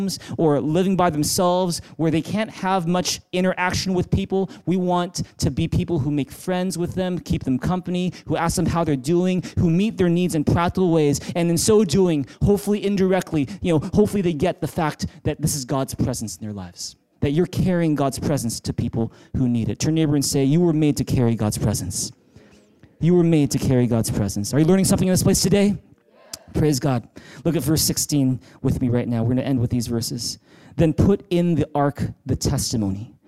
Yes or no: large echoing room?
yes